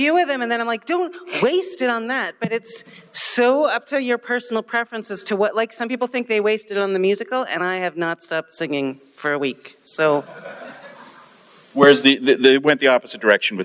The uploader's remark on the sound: This is a special live joint podcast from the 57-Year Mission convention. At Star Trek Las Vegas the two TrekMovie podcasting teams got together for a “State of Star Trek” panel.